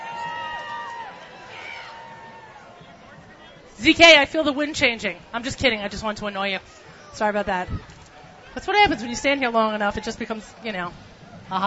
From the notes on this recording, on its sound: Broadcasts Live from the 2015 Celebrate Israel Parade in NYC. Bring you the sights and sounds of this year's Celebrate Israel Parade on Fifth Avenue in NYC.